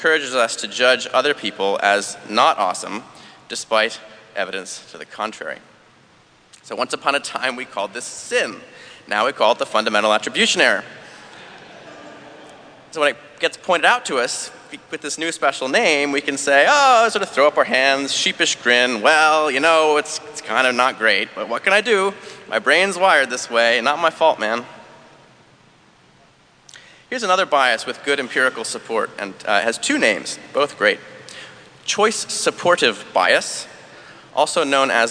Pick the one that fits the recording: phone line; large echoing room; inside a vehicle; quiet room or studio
large echoing room